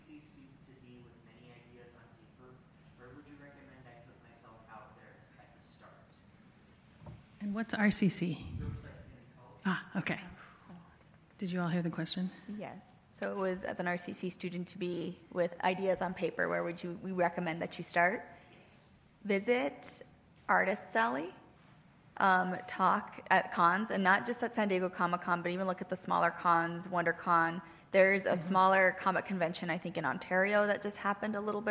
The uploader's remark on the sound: This week’s episode is the live recording of the panel I was on at SDCC 2019